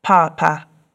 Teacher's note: a high tone and a low tone